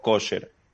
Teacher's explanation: La forma sefaradí, que es de los judíos de España, y también la forma de los judíos europeos, que la A la pronuncian O. Entonces se popularizó la fórmula ashkenazí y por eso todo el mundo lo conoce como kosher.